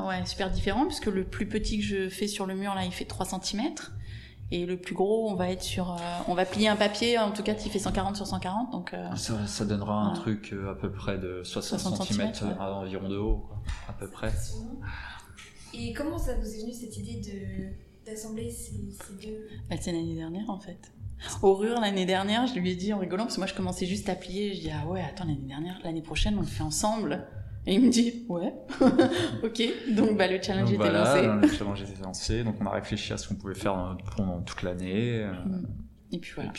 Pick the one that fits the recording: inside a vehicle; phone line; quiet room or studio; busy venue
busy venue